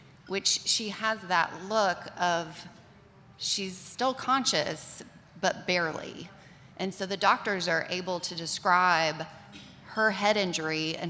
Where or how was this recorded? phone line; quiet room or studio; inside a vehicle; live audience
live audience